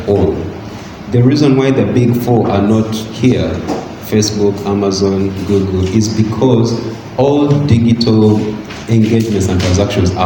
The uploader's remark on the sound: This is an interactive conversation from the fourth panel at #WLS2019 Kampala, Uganda.